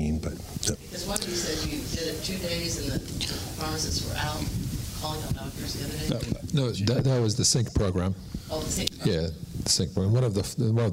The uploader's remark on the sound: Recorded LIVE at the PDS Pharmacy Business Conference 2019 in Orlando Florida. At an RxSafe Panel Discussion.